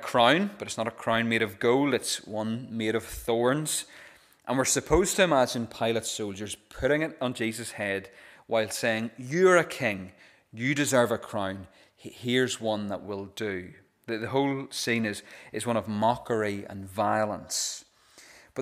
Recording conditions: large echoing room